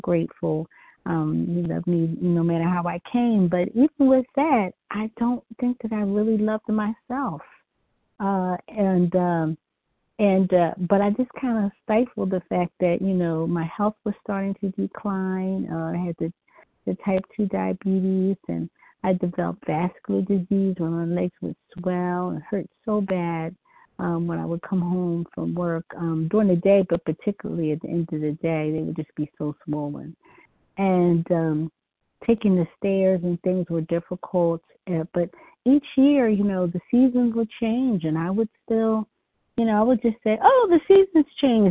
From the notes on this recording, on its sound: from the 100 Pounders Phone Meeting, 4/22/23